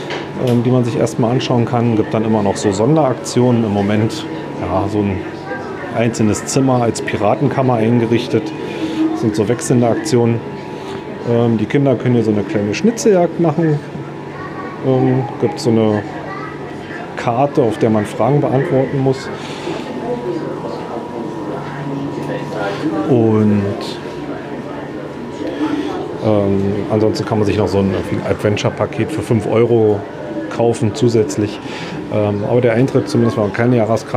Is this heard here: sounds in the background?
yes